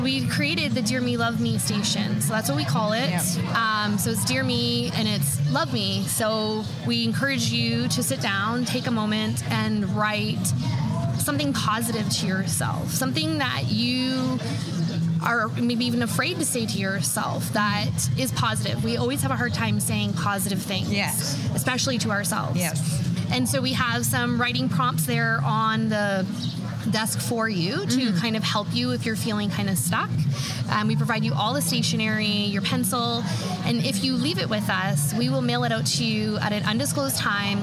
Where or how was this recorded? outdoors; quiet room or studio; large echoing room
outdoors